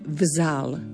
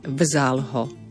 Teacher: A je to tiež spoluhlásková skupina VZ. Tu však to V ostáva znelé.